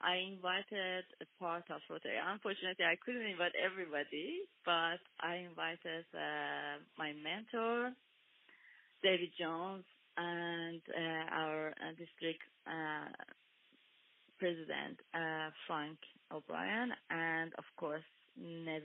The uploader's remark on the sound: Telephone interview originally aired on 94.1FM 3WBC.